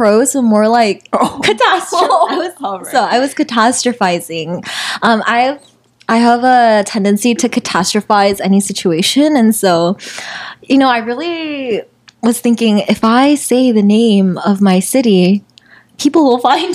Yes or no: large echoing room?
no